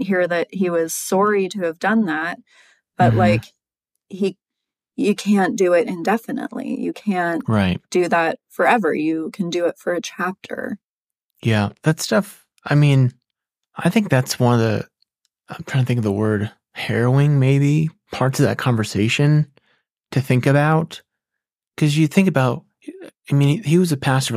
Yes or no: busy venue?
no